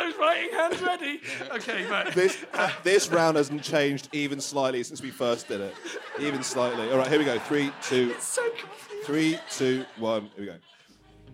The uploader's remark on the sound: Recorded in front of a packed room at the 2022 London Podcast Festival